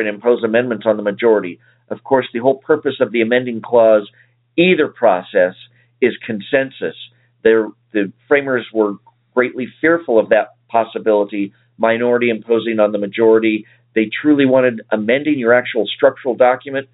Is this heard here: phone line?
yes